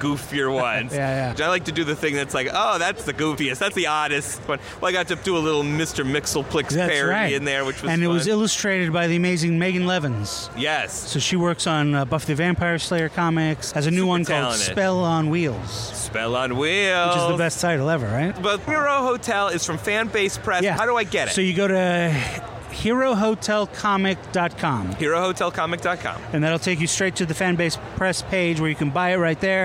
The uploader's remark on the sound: Live at Los Angeles Comic-Con.